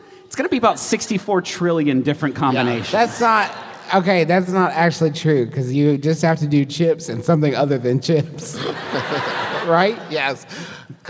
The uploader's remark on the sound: We present to you our big, wild live show from Atlanta!